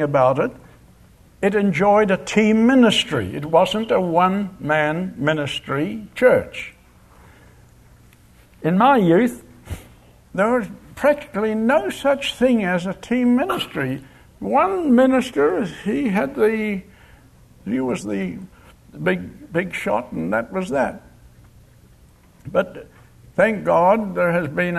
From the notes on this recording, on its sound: Location: Grace Bible Church Anderson. Guest speaker at the Fall Bible Conference at Grace Bible Church.